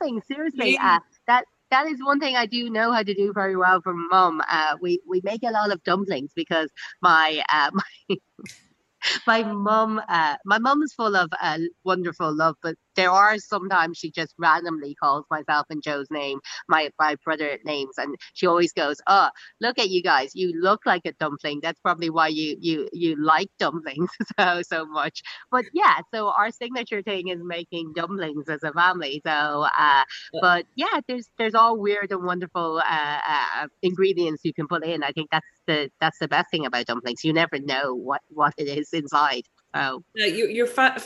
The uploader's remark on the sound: On a Zoom call from her new home the Mansion House in Dawson Street